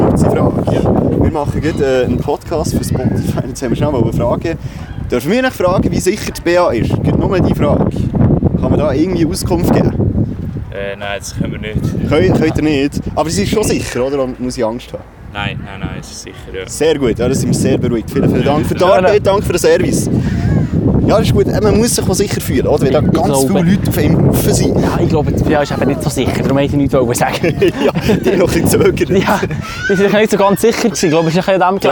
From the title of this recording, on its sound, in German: Live von der BEA Expo